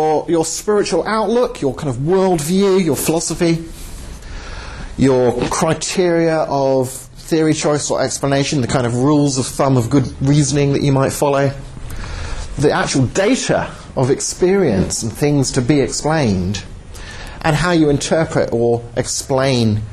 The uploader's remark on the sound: Talk at Southampton University, 08/02/11